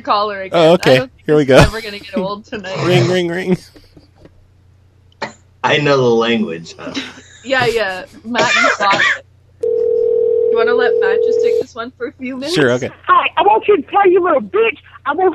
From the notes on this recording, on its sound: Prank Phone Calls Collection